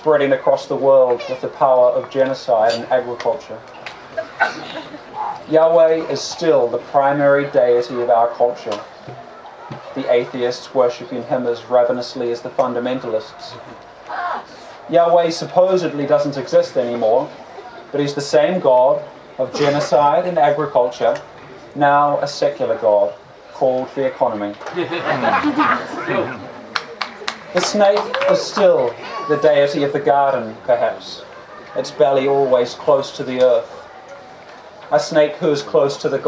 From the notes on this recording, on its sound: On the Open Stage at Confest. The audience responds with surprise and delight.